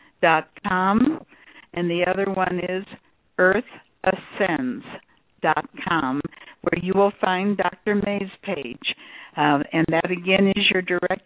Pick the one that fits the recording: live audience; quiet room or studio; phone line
phone line